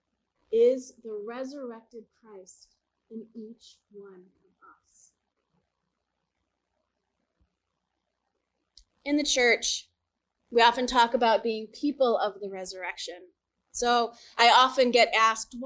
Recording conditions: large echoing room